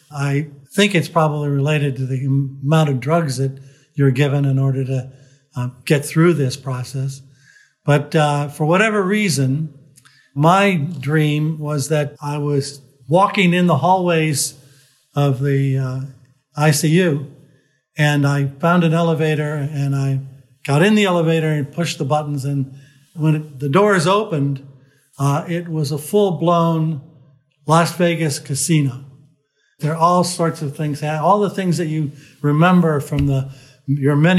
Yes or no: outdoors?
no